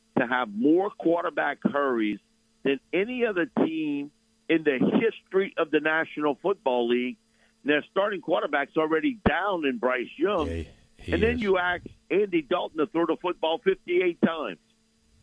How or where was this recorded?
phone line